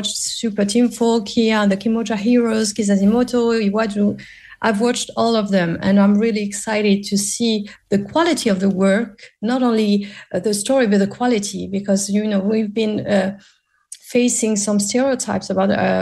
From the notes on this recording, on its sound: joined via zoom